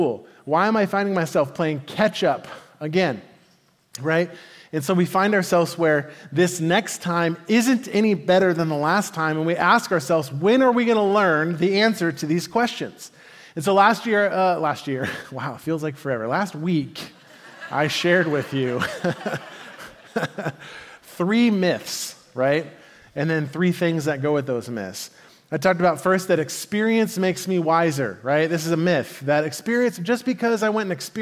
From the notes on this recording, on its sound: Message delivered at the Benicia Campus